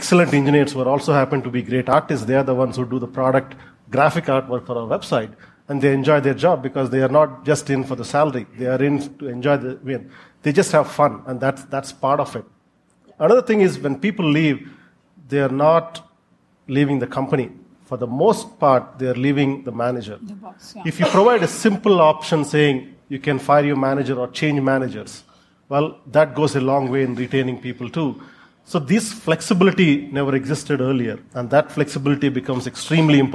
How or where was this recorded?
live audience